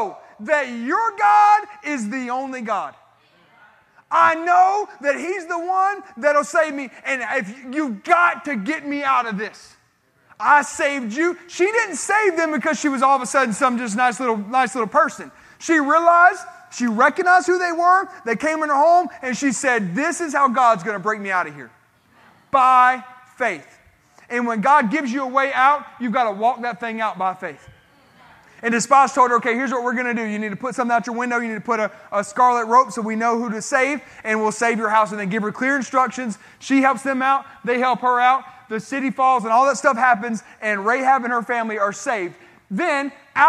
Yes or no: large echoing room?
yes